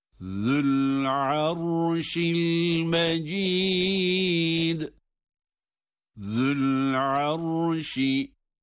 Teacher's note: Zü'l-Arşi. Zel peltek, arşi derken ra kalın. Zü'l-Arşi'l-Mecid.